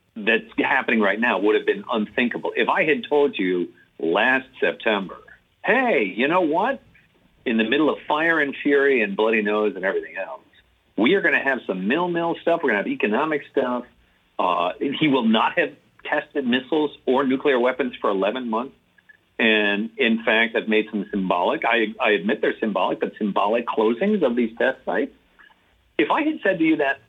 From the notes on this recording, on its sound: By phone.